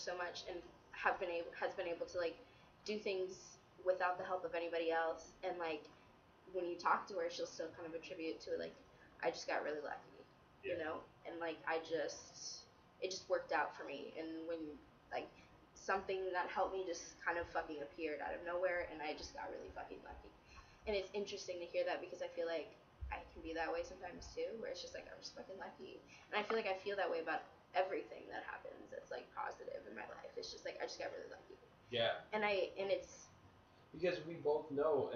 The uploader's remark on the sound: Audio/Sound Probs - BEWARE